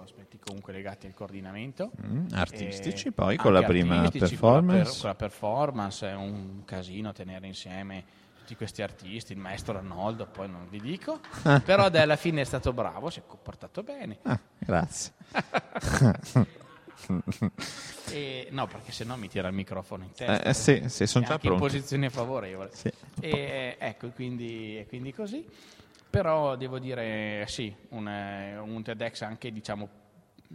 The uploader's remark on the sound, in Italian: In diretta dal settimo piano del Teatro Sociale per scoprire l’edizione 2018 di TEDxTrento.